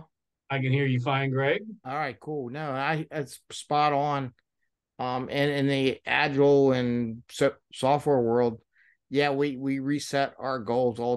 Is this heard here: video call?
yes